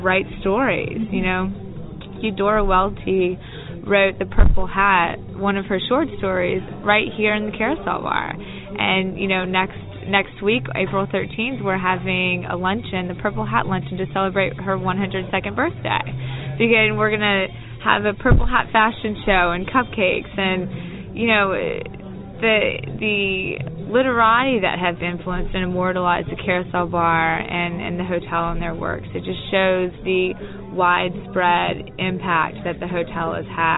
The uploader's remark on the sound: Other stops on this audio trip include a tour through Treme and a visit to the famed Carosel bar in the Hotel Monteleone